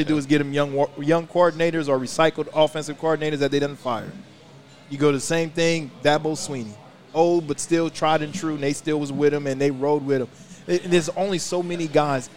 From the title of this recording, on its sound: LIVE from Brent's Cajun Seafood